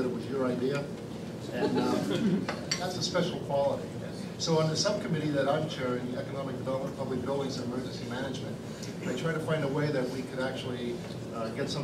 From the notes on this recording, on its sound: WASHINGTON, DC – The Ripon Society hosted a breakfast discussion with the leaders of the House Committee on Transportation and Infrastructure.